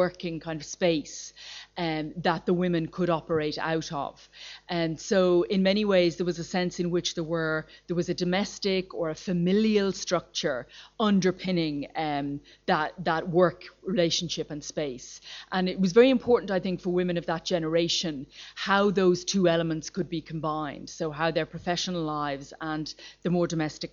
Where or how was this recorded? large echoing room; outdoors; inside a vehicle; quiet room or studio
large echoing room